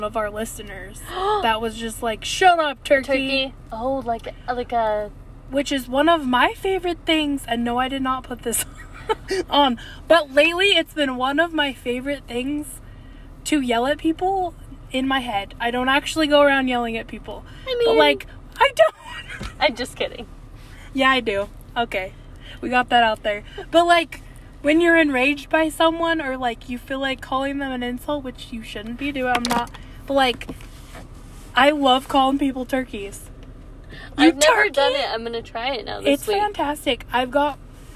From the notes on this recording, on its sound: The Car Pod. Podcasting from the car!